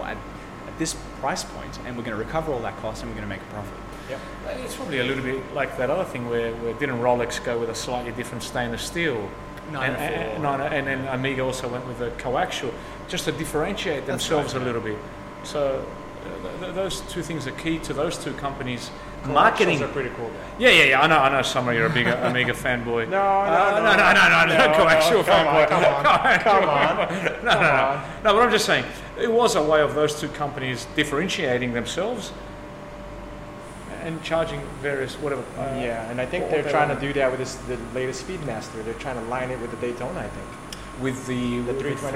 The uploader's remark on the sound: While competing with various background machine noises. Was recorded live in Sydney, Australia.